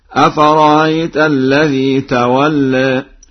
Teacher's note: يقرأ ورش بتسهيل الهمزة الثانية بين وكذلك بإبدالها حرف مد مع الإشباع